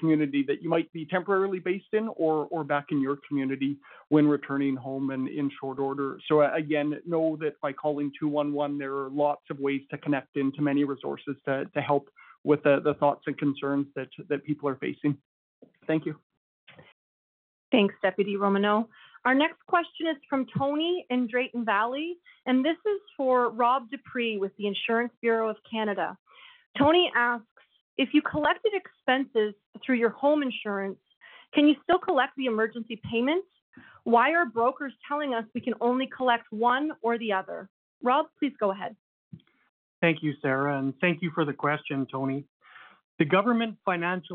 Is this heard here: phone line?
yes